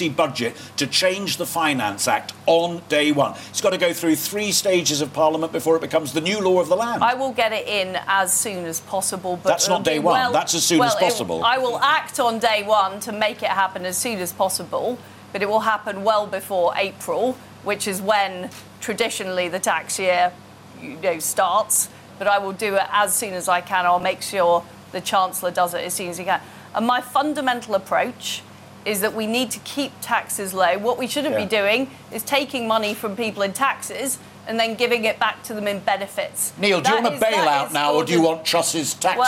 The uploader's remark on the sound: All the reaction from the live audience.